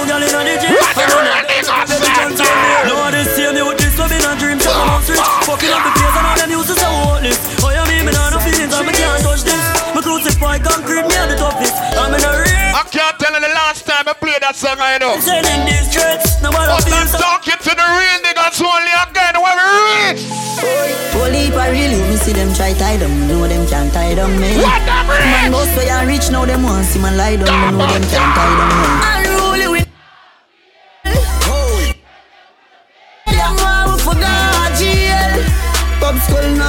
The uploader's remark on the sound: Doubletap Sundays 12/30/18 (LIVE AUDIO)